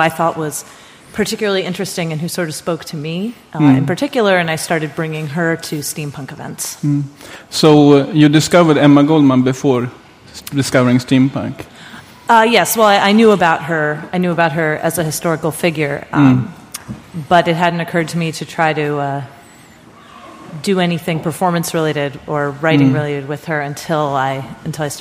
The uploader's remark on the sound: at Swecon 2014 – the Steampunk festival in Gävle, Sweden